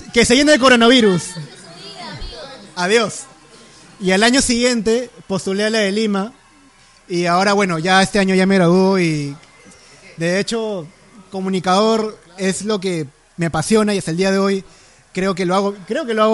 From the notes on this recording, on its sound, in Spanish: Podcast en vivo en Geek Club junto con amigos e influencers celebrando el lanzamiento de Habla Geek!